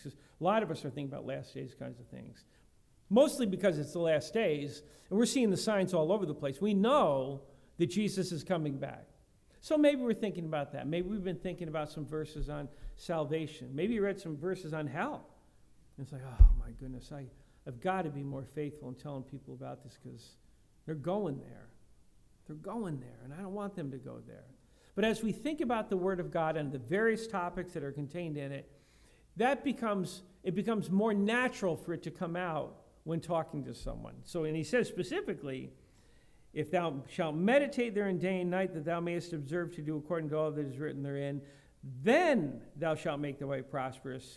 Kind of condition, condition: setting, large echoing room